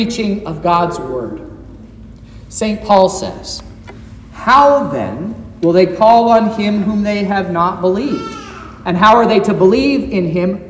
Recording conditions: large echoing room